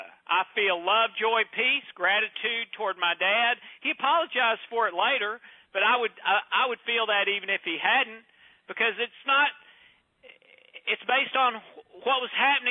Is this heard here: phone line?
yes